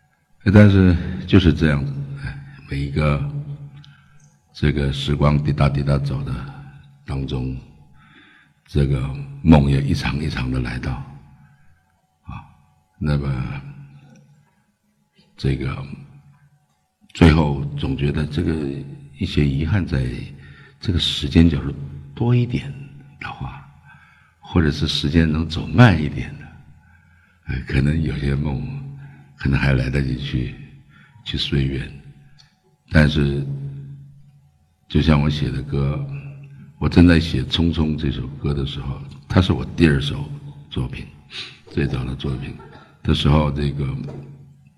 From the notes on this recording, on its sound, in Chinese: 一席现场